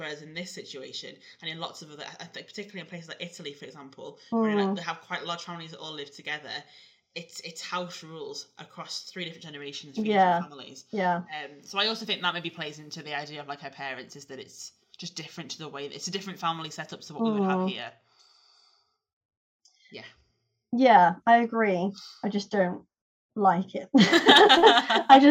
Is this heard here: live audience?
no